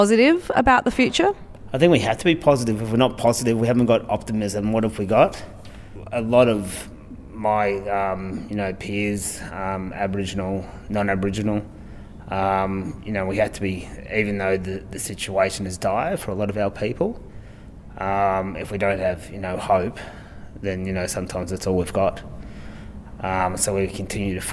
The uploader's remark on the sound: speaking at the 2019 Native Title Conference